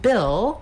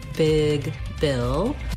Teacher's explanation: the vowel I, which is a lax high front vowel